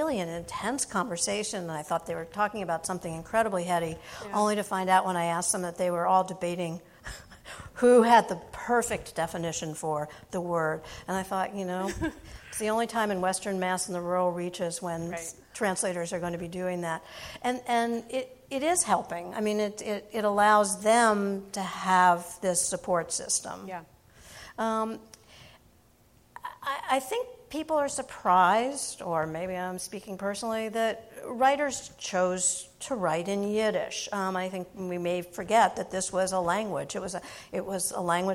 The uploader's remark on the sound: Recorded live at the Yiddish Book Center's Community Open House in October 2019. Yiddish Book Center Amherst, Massachusetts.